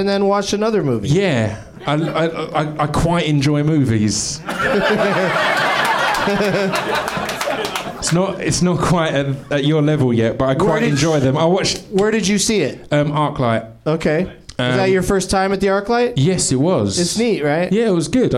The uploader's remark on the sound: Live from the NerdMelt Showroom in LA